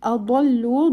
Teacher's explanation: dod will be heavy, joins with the letter lam. Lu, lam will be extended 2 haraka long.